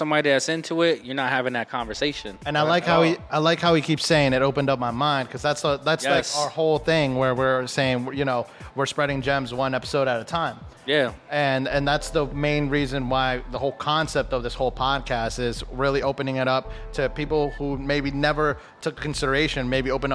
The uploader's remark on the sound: Empower 610 Episodes recorded at La Vida Cafe.